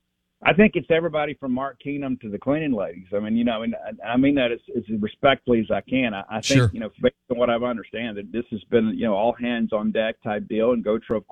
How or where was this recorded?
phone line